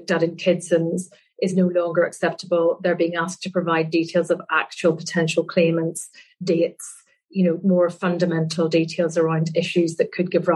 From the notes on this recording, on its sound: a recording of a virtual panel discussion hosted by Fountain Court in July 2021